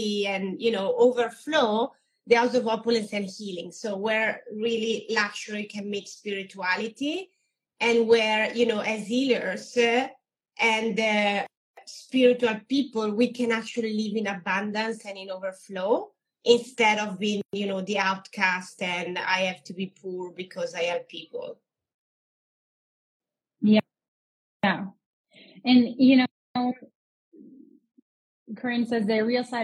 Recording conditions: video call